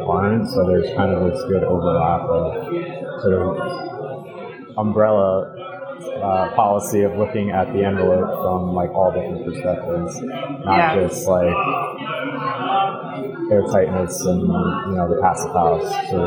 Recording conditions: busy venue